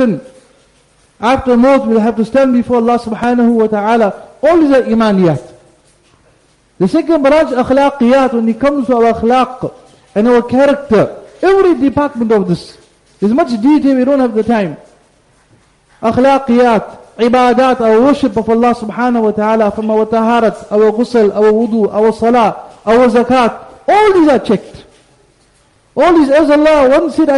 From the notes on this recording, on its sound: Jumuah Lecture